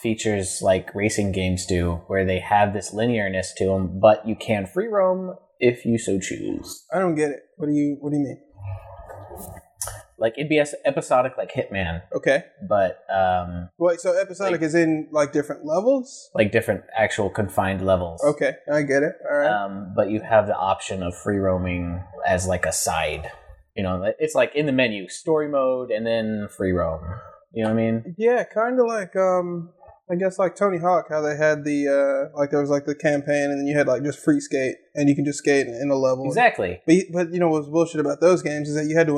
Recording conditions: poor sound quality